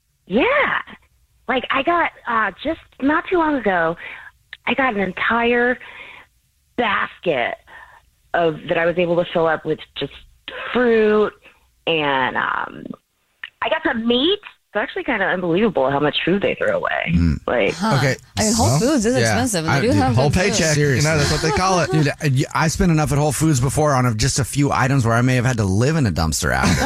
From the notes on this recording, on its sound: the woman on the phone